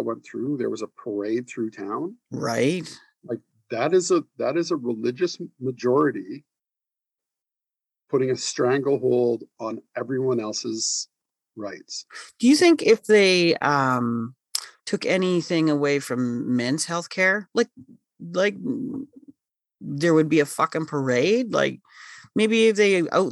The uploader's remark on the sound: on Zoom